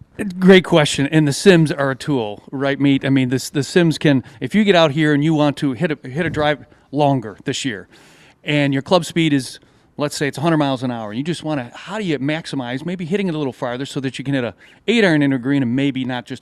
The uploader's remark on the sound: The gang is live from Glen Oak Golf Club!